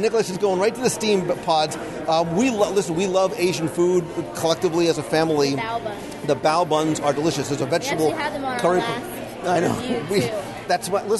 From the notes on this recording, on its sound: Travel with me to Pandora - The World of Avatar in Disney’s Animal Kingdom and join me around the table for a LIVE restaurant review of the Satu’li Canteen.